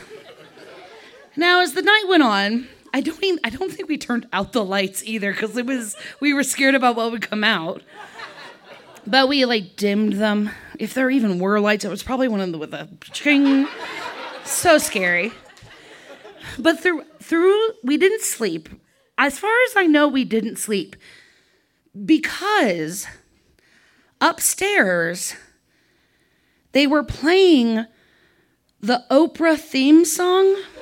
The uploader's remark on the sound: Buntport Theater, the home of our Denver show. This story was recorded live on 19 April 2017 at Buntport Theater in Denver, Colorado.